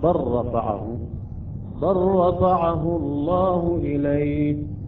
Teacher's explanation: اللام قلنا تضغم مع الراء · Term: إدغام اللام بالراء